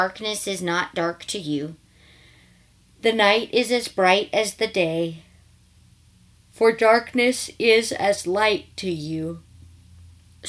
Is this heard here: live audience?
no